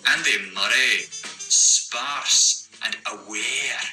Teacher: you say every single R sound, but you tap it. So you go, Andy Murray, sparse, and aware.